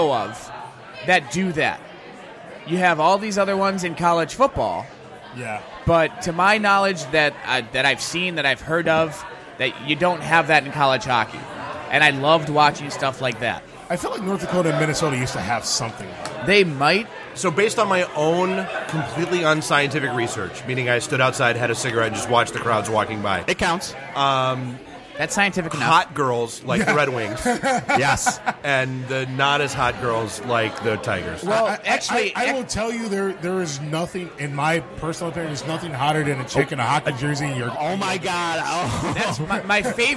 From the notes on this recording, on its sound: Live from Old Shillelagh